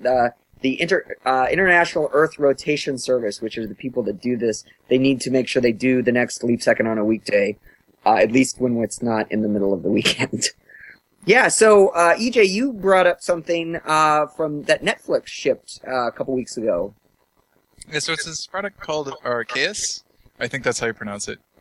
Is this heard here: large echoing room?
no